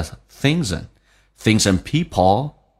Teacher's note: thing 后面加 s 发 z，跟后面的 n 有个连